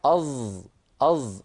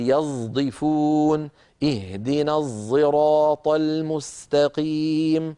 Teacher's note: بعض العرب كان ينطق هكذا، وهذا الصوت الذي نطقته أمامكم يسميه القراء صاد مشمت زايا